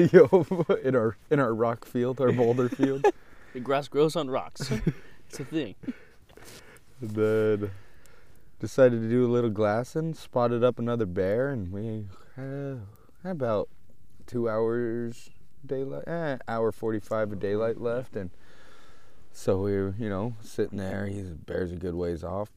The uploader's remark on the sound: LIVE From the Backcountry Black Bear opening weekend. Live action in the field with plenty of ups and downs.